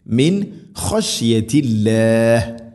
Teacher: നൂൻ സാക്കിനയ്ക്ക് ശേഷം ഖ വന്നാൽ ഇദ്ഹാർ, നൂനിനെ വെളിവാക്കി ഉച്ചരിക്കണം.